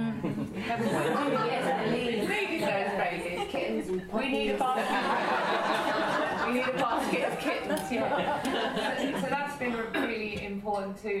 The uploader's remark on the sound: They met in the Donmar kitchen (sorry about the cutlery sounds) with some of our audience members.